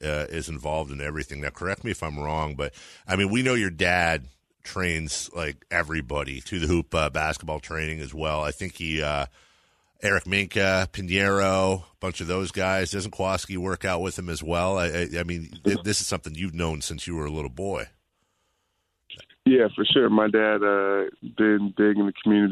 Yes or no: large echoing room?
no